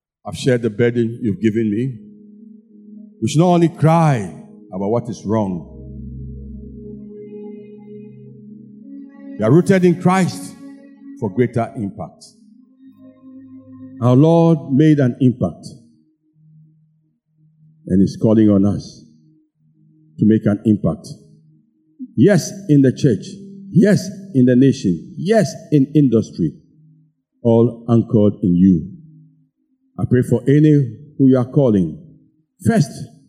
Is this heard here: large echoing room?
yes